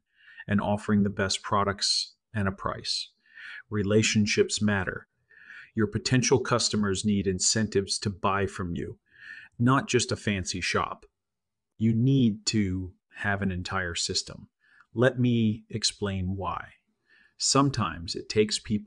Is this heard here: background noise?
no